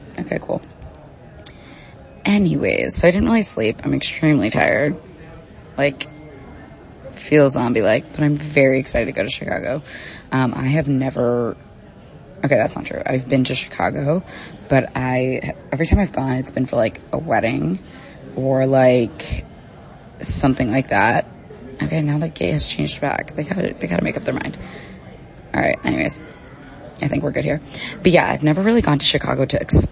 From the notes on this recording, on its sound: Live from Laguardia. I’m sorry about the breathy audio quality of this voice note, I was trying to be inconspicuous while recording at the airport!!